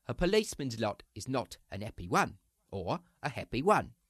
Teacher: The Cockney who's becoming educated might put the H's back in. He might not hit the glottal stops as hard.